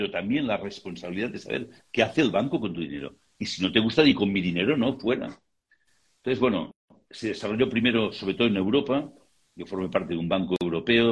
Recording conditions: video call